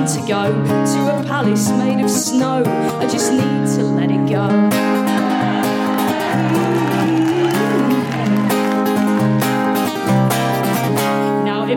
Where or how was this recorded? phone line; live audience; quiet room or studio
live audience